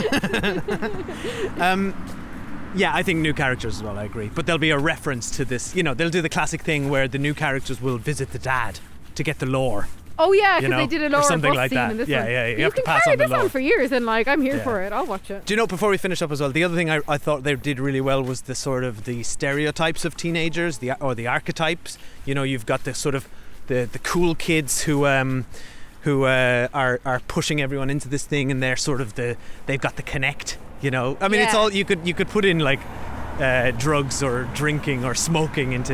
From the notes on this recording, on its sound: We walk and talk